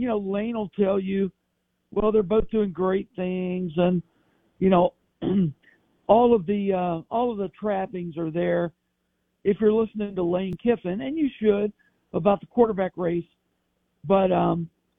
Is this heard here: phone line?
yes